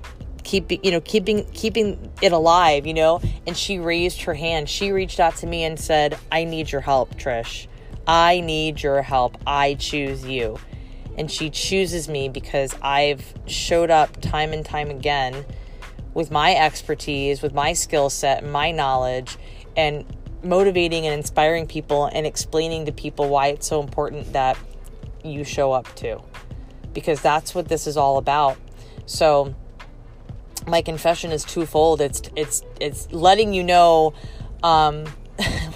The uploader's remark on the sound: Recorded from my car, out and about running errands